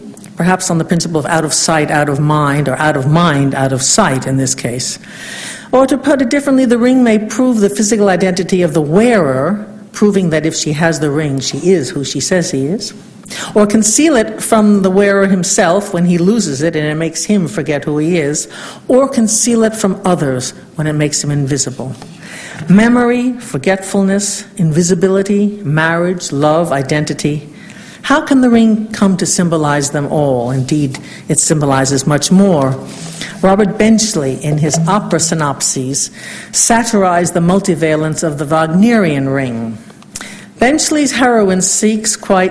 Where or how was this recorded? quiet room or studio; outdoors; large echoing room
large echoing room